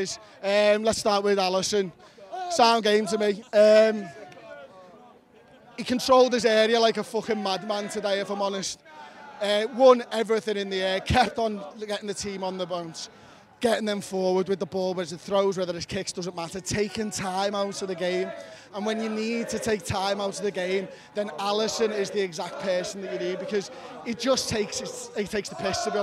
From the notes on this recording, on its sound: Join us outside Anfield.